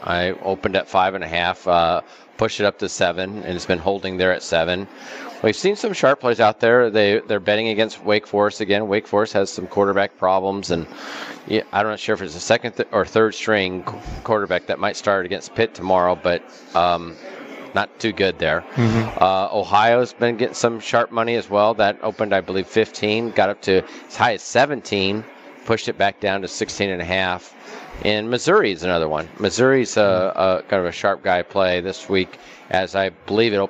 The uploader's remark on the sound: Live from the Super Book at Westgate Las Vegas